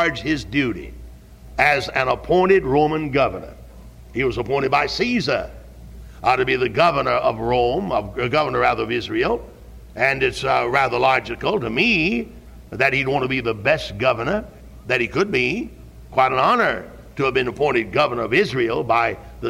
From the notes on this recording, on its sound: Originally preached at Tabernacle Baptist Church in Greenville, SC on June 10, 1973